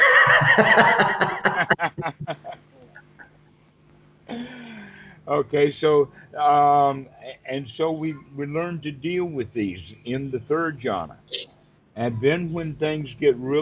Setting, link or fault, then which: link, video call